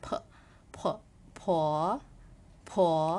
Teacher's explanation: เวลาเราออกเสียงตัว pนะคะต้องมีเสียงเพมีลมออกมาด้วยนะคะ